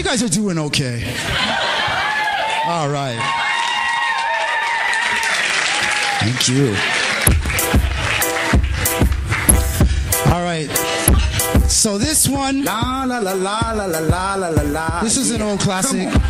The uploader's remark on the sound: Live from the Vancouver Poetry Slam. Listen in on CJSF 90.1 fm in Vancouver, Canada.